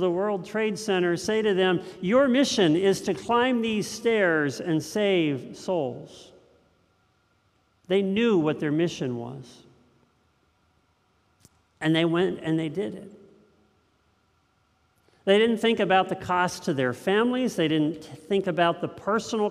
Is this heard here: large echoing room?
yes